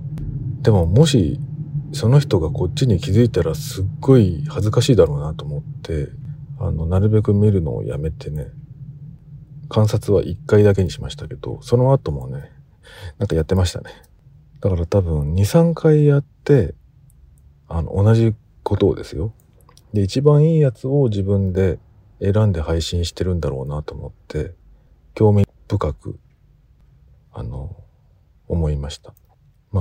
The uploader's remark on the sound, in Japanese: 車内配信の可能性。ぼくはよく、車の中で収録をするんですが、。